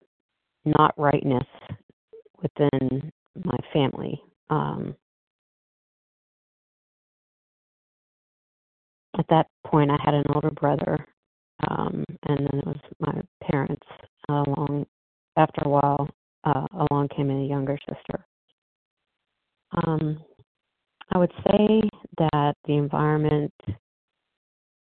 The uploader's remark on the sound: 100 Pounders Phone Meeting